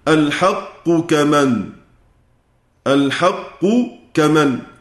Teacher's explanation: قاف مع كاف، لكن يمتنع الإدغام. لماذا؟ لأن القاف مشددة